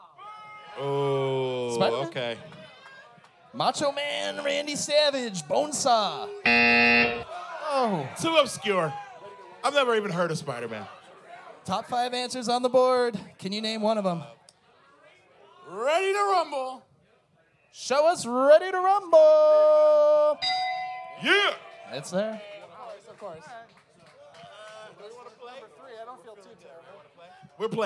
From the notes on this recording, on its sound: We did manage to capture the audio of our live show at Crescent Ballroom.